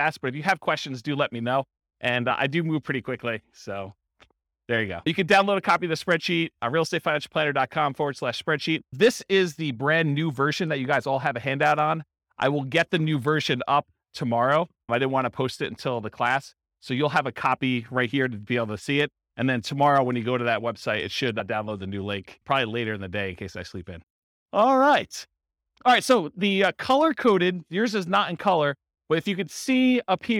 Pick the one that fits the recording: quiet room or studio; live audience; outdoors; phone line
live audience